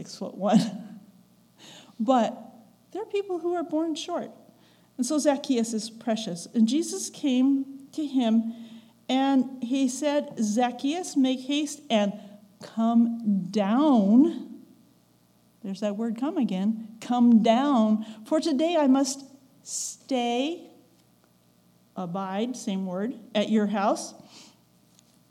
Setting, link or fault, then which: setting, large echoing room